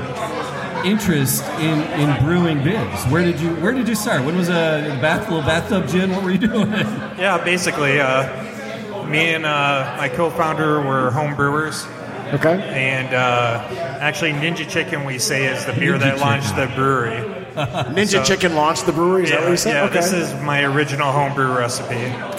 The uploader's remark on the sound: Live from Falling Down Beer Company IT in the D Charity Event